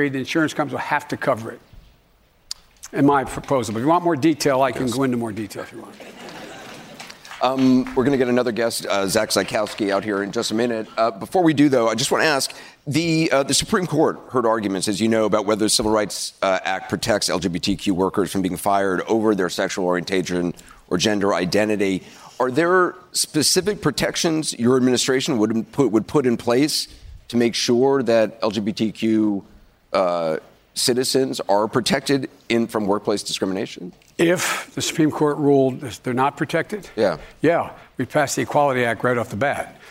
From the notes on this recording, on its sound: During a live town hall. At The Novo in Los Angeles.